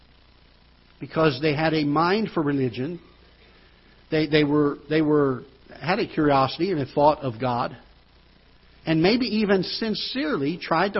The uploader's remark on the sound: Ketha Heights Baptist Church ~ Live Broadcast